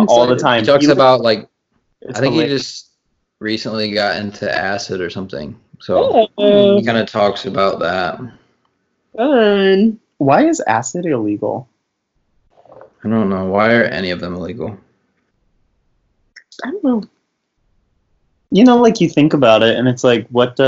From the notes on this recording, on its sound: Skype Session.